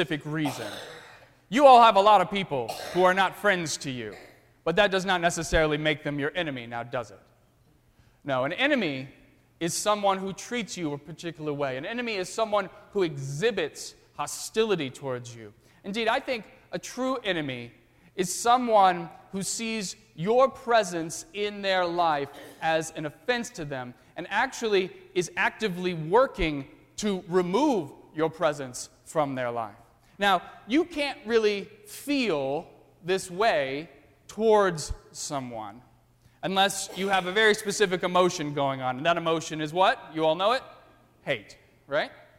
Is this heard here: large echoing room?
yes